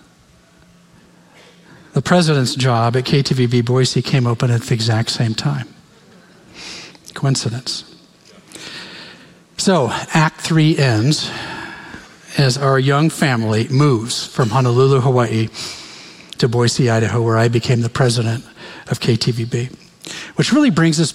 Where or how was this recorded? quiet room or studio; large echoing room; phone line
large echoing room